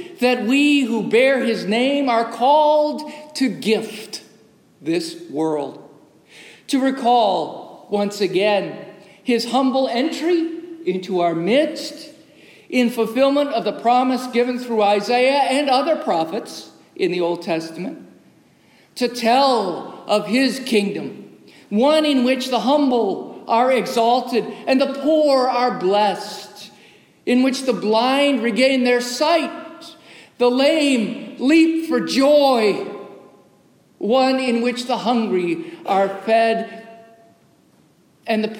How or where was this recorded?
large echoing room